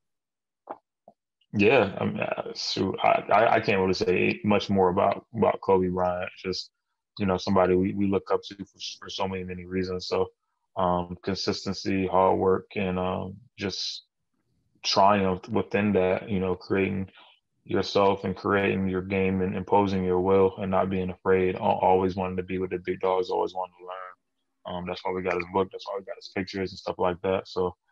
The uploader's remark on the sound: The two record this podcast virtually